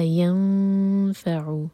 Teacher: فا کے لیے زبان تیار کریں گے اور نون کی آواز کو چھپائیں گے · Term: اخفا